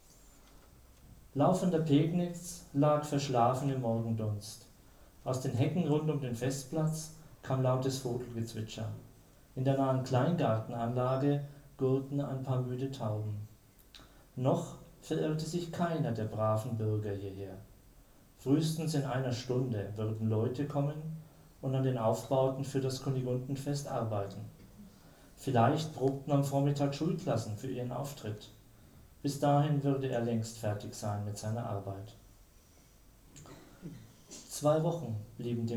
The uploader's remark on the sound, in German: Ein Live-Mitschnitt der Buchpräsentation. Wir freuen uns, dass wir Ihnen erstmals von einer Buch-Premiere einen Hörbeitrag weiterreichen können.